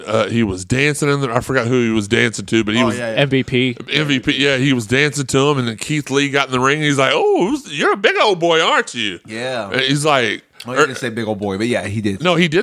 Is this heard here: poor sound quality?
no